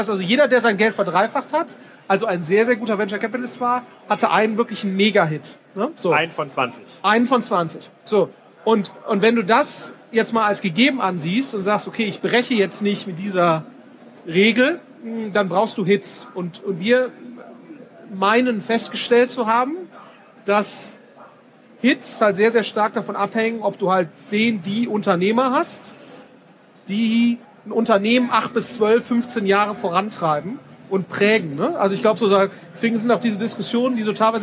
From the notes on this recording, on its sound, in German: Auf dem #OMR Festival in Hamburg